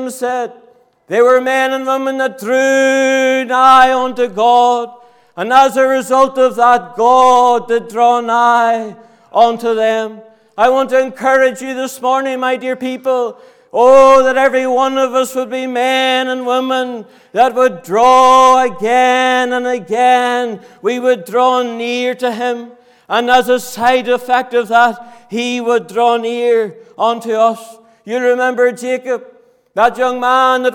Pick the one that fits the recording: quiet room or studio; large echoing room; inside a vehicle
large echoing room